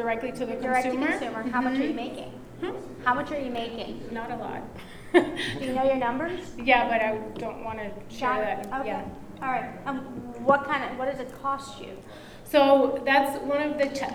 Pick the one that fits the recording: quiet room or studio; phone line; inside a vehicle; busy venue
busy venue